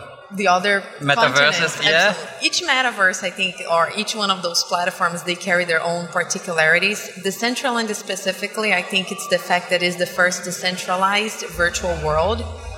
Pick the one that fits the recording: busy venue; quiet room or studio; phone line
busy venue